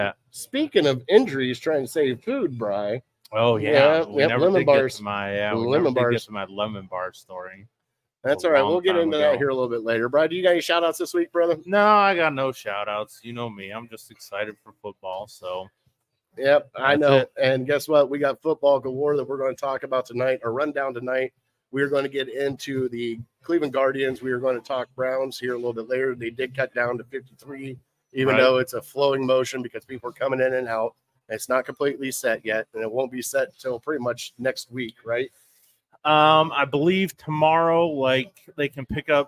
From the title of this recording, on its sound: Live At Gino's